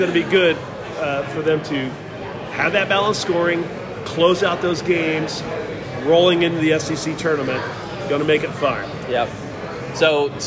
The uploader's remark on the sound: On location from Traders Brewing.